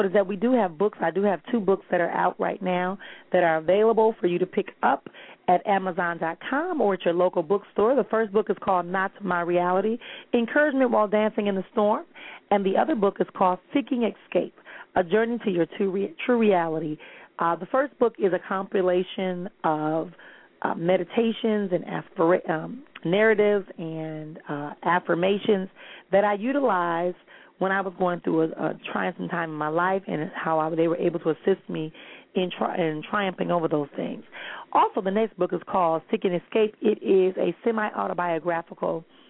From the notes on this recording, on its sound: callers may call in with questions